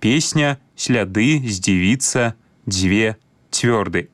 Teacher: Усе памятаем, што пры карэктным беларускім вымаўленні свісцячыя зычныя прыкметна памякчаюцца перад наступнымі мяккімі гукамі · Term: мяккасць свісцячых зычных